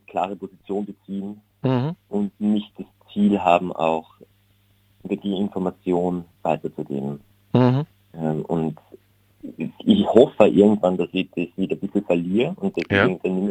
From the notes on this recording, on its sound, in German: Telefoninterview mit dem Künstler.